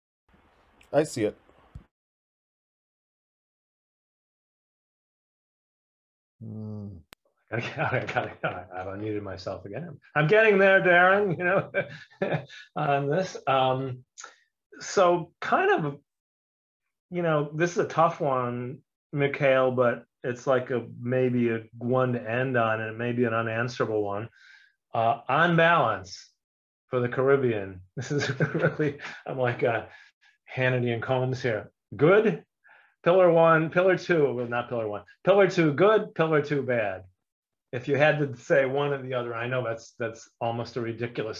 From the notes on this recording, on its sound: For those joining us on Zoom. Welcome to another live stream from us at HTJ.tax.